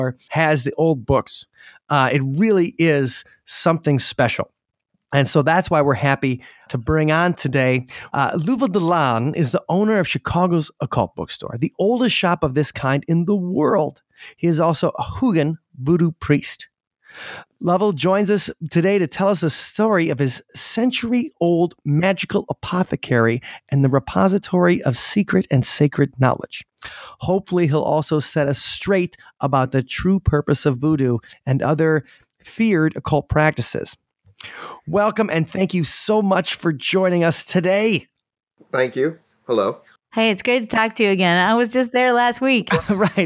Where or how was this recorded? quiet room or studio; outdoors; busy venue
quiet room or studio